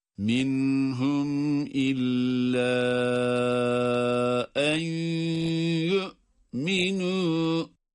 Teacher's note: cezimli mimden sonra hemze olduğu için yine izhar ile okuyoruz.